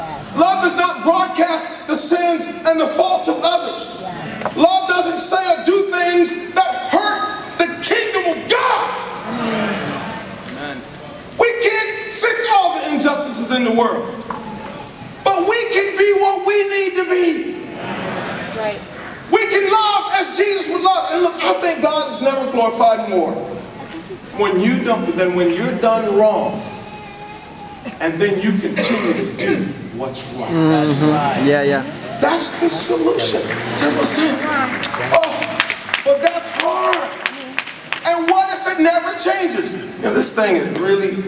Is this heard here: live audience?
yes